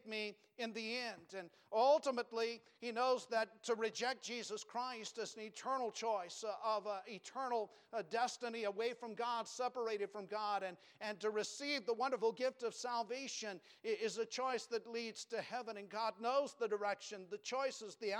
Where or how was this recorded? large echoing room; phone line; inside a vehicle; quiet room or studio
large echoing room